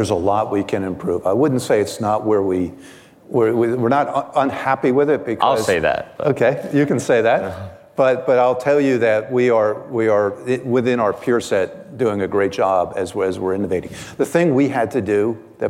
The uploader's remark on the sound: Live at Code 2019. At the 2019 Code Conference.